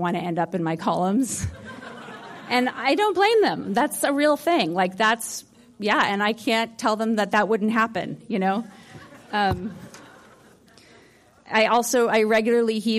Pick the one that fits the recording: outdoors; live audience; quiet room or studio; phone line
live audience